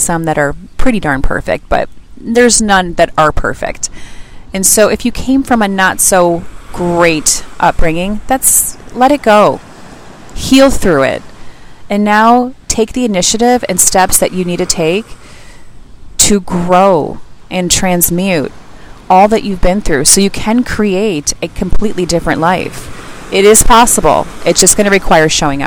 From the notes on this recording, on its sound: the sound is a bit off as I recorded this on the beach.